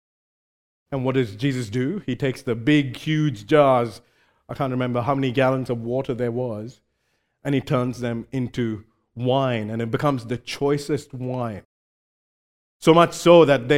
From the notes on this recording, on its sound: recorded live at Grace Community Bible Church